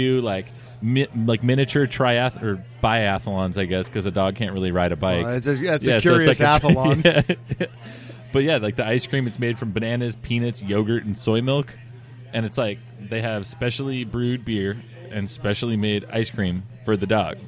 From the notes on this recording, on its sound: We go live for the first time at the Mission Oaks Cafe in Camarillo, CA.